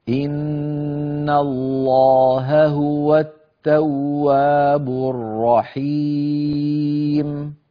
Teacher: إن الله هو، هنا التقى إن الله ها هو، التقى هاءان متتاليتان، فعلينا أن ننتبه ونحقق صوت الهاءين ولا نأتي بهما وكأن إحداهما مختلسة